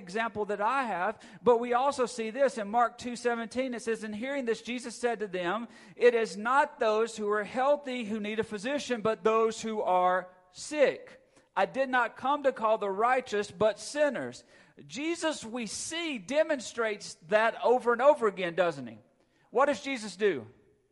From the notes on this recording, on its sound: Recorded at Friendship Baptist Church on October 23, 2022.